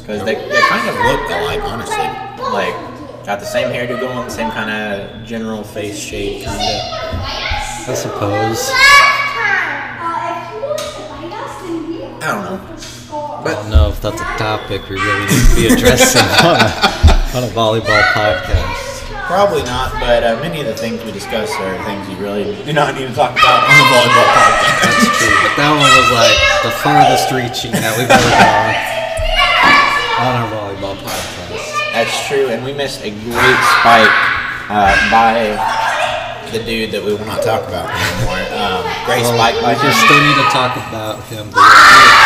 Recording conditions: sounds in the background